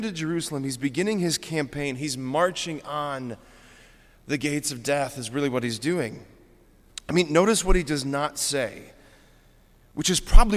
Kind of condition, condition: setting, large echoing room